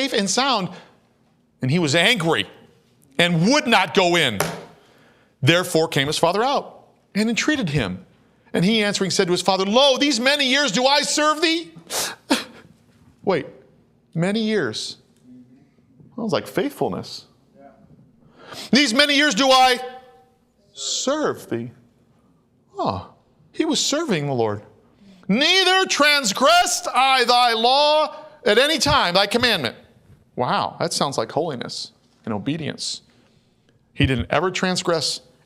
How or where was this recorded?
large echoing room